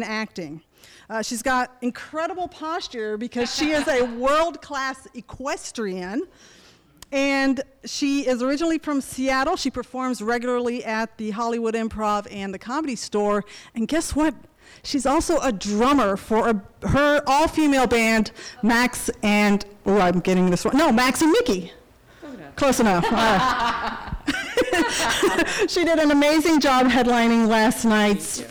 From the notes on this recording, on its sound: Comedy Wham Live: From 2023 Lysistrata Comedy Festival.